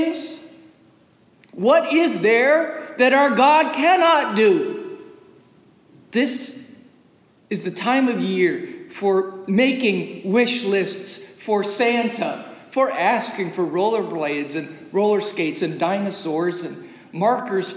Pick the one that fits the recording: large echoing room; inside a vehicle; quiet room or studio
large echoing room